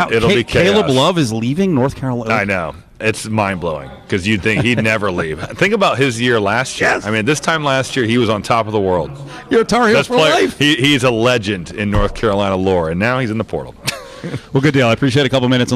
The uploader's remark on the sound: LIVE FROM THE FINAL 4